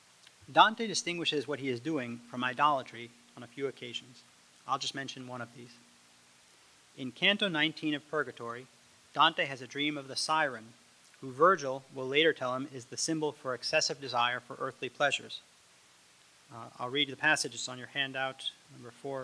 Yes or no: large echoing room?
yes